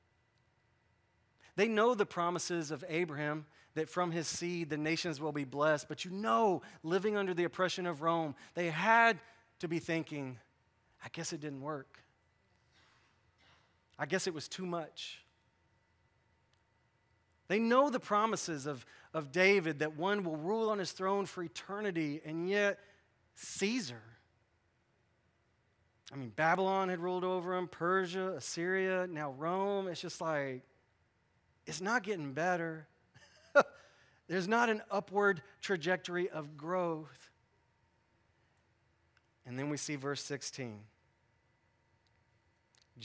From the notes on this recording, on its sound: Recorded at North Village Church. A non-denominational church in Austin, TX.